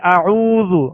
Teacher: اب واو ساکن ہے، اس سے پہلے پیش ہے، تو واو مدہ ہے، اس کو ہم دو حرکت کے برابر جیسے اعوذ اعوذ اعوذ باللہ نہیں پڑھیں گے، اعوذ باللہ نہیں پڑھیں گے، بلکہ اعوذ، عین کو تھوڑا دراز کریں گے، اس لیے کہ عین کے آگے واو ہے اور واو ساکن ہے، عین پر پیش ہے تو واو مدہ ہے، اس لیے اس کو تھوڑا سا کھینچ کر، یعنی دو حرکت کے برابر اسے کھینچ کر ادا کریں گے۔